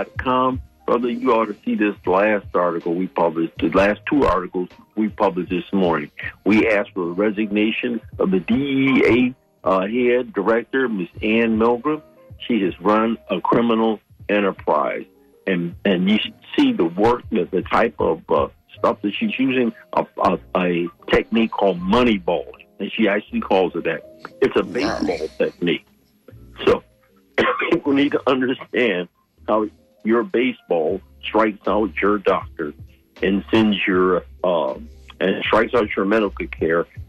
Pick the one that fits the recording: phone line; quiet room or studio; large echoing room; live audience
phone line